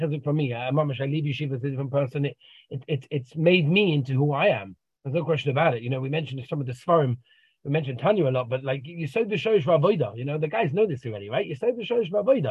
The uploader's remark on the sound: Zoom Interview